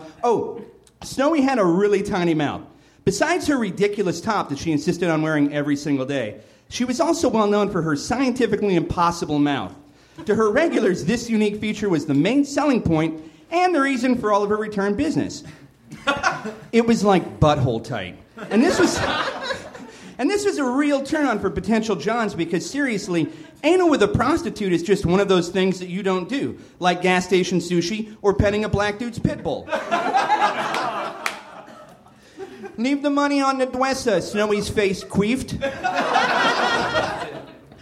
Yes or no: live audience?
yes